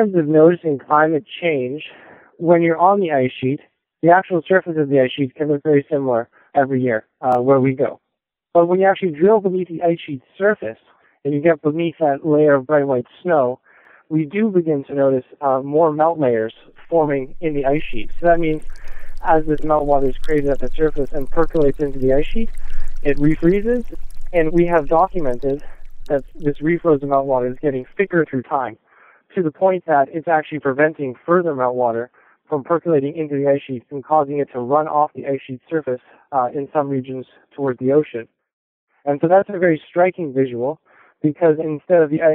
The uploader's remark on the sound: we got a hold of him by satellite phone as he was in Greenland on a 36 day research expedition led by NASA